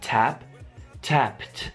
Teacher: P è voiceless, quindi ah, prendiamo la T che è anche voiceless